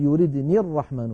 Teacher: يعني مثلا لما نقول إن يردني الرحمن بضر في سورة ياسين، إن يردني الرحمن أصلها يردني، هناك ياء متكلم، لكن هذه الياء لما نصلها بكلمة الرحمن نقول يردني الرحمن فتسقط الياء في اللفظ